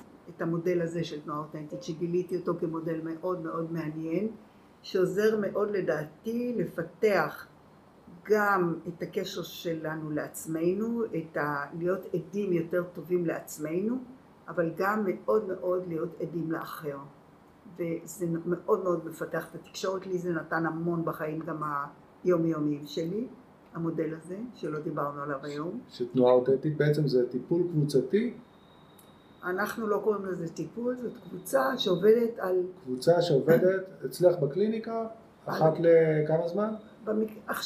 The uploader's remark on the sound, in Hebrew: אנו מתנצלים מראש על איכות הסאונד אבל יש לנו סיבה מוצדקת לכך :) עקב מצב הקורונה נאלצנו להרחיק את המיקרופון לפתוח את החלונות ולהגביר את הווליום.